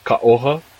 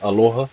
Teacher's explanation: kaoha in Marquesan is aloha in Hawaiian, so the glottal stop turns into an L.